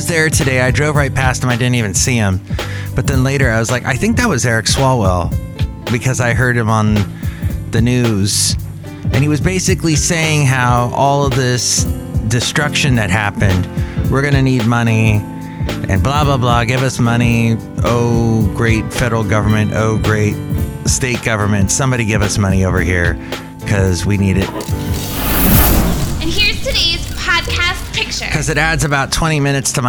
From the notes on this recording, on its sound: podcasts live from Cafe Anyway